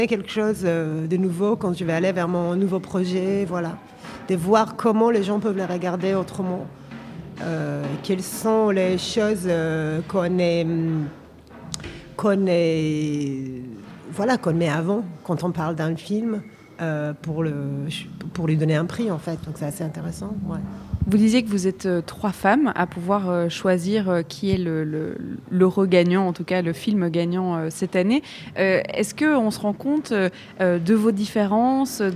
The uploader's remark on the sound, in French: de 14h à 16h depuis le Cinéma Palace, où a lieu le Festival Cinéma Méditerranéen de Bruxelles.